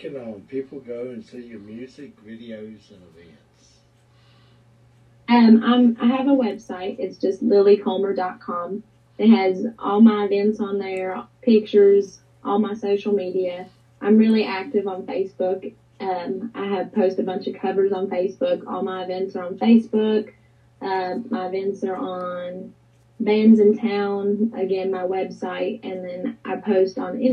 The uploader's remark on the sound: Live zoom podcast.